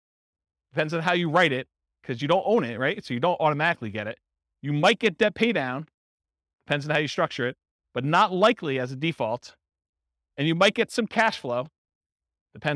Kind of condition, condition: setting, live audience